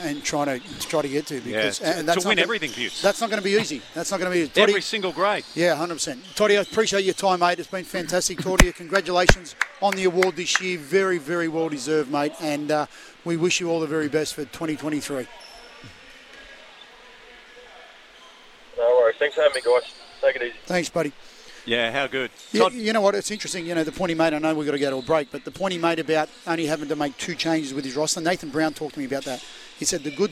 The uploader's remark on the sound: Live from Terrigal Basketball stadium. Plenty of action going on out there.